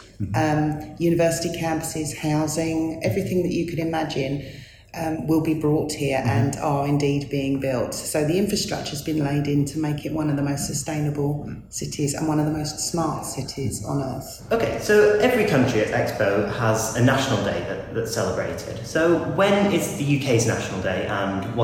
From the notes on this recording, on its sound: Live from Expo 2020 in Dubai. Comes live from the UK Pavilion from Expo 2020 in Dubai.